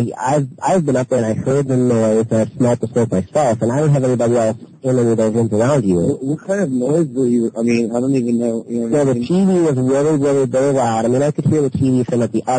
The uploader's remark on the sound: …'s Personal Prank Phone Calls Collection.